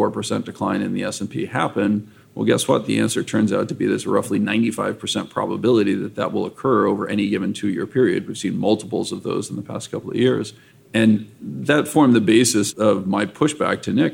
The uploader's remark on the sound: In a first for the Flirting with Models podcast, we recorded this episode live at the ETF Exchange in Miami in early April 2022.